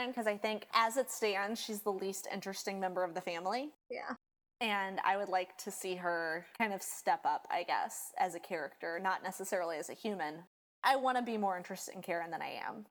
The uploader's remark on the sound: This ep was a Herculean crash course in editing problematic audio. Did our best to clean things up. Two bi-coastal best friends.